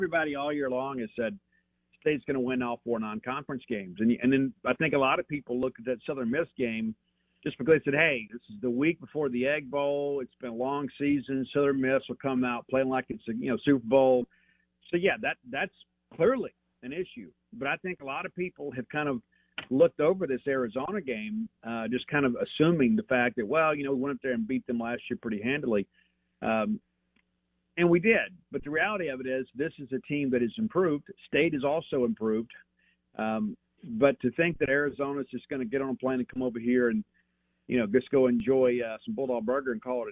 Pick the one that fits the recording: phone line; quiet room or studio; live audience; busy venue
phone line